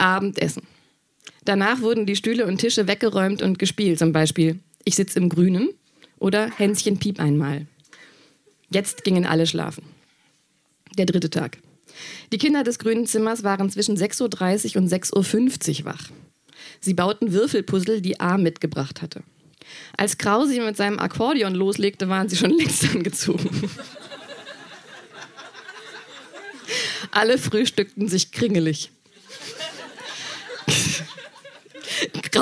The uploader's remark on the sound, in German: Ausschnitte aus der Veranstaltung vom 24.03.2019 in der Wohngemeinschaft, Köln. Heißen Dank an die Wohngemeinschaft, unser tolles Publikum.